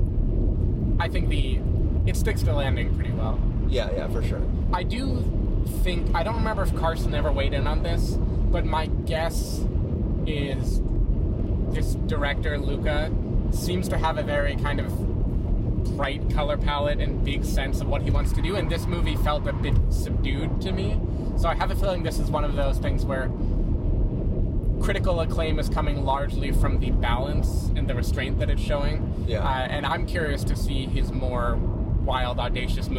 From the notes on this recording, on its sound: While driving down to San Diego.